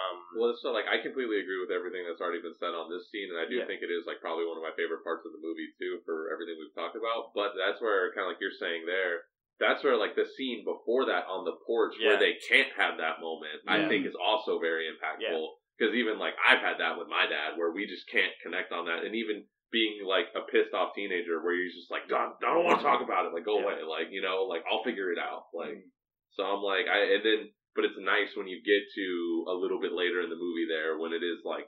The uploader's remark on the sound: While we were all together in Boston for PAX East, we decided to record a special episode. Apologies for the variance in audio quality. The group episode called for a different microphone set up than we're used to.